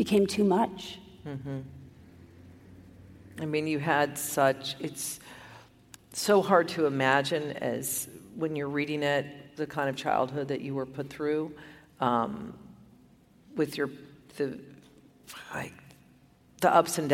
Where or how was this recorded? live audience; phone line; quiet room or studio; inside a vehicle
live audience